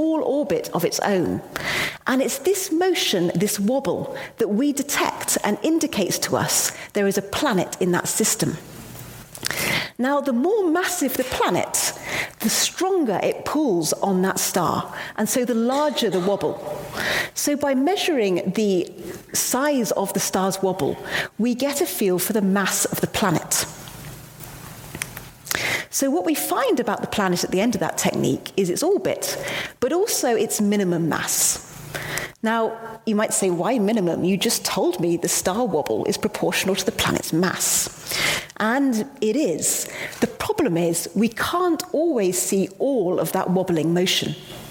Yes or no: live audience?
yes